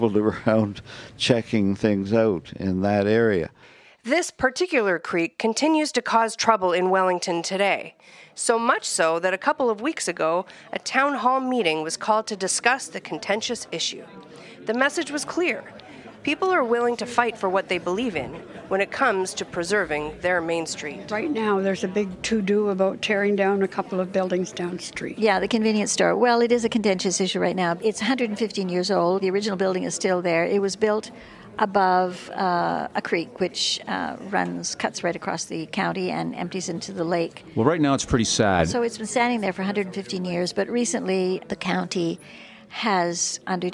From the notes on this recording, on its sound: We brought our Storymobile to the main streets of Wellington, Bloomfield, and Picton to gather stories from all along the Loyalist Parkway. The people of the county share stories.